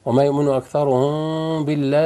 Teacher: الميم عند الباء إخفاء شفوي، منكز على الشفتين، ما يقولش ما يؤمن أكثرهم، لا خلي فيه فراج قريب للشفتين، وتقول طلع الغنى ما خشوا.